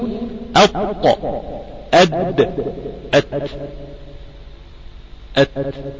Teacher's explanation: الطاء والدال والتاء تخرج من ظهر طرف اللسان مع أصول الثنايا العليا، ظهر طرف اللسان مع أصول الثنايا العليا. · Term: مخرج الطاء والدال والتاء